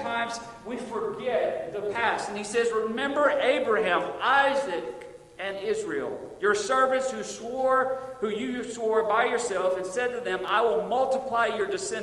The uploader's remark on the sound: Recorded Sunday Evening, August 28, 2022 at Friendship Baptist Church.